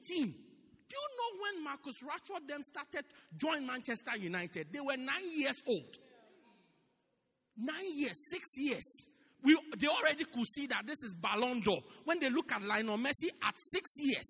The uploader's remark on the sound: Preached At Christ Our Hope Cathedral, Pietermaritzburg-South Africa